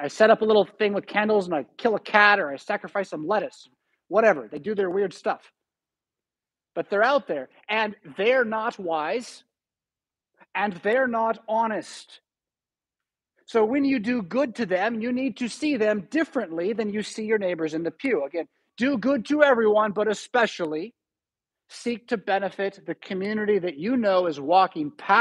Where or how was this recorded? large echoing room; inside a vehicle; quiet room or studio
large echoing room